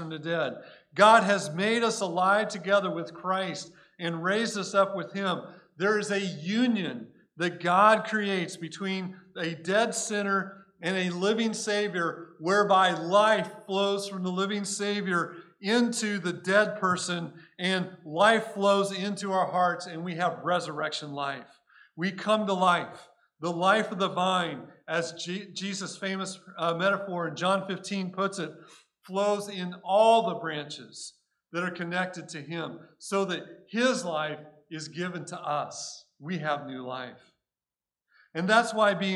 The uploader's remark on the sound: Recorded at Cornerstone Church in Mesa, AZ